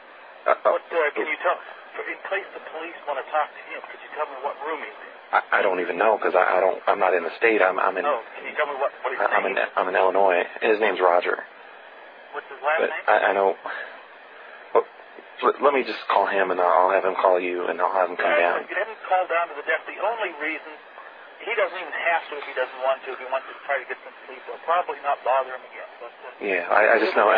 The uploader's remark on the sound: RBCP's Personal Prank Phone Calls Collection